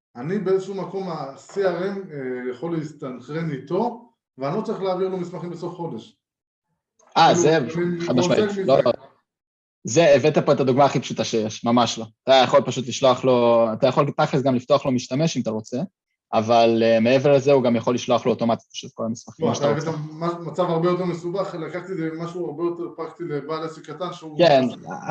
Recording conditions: video call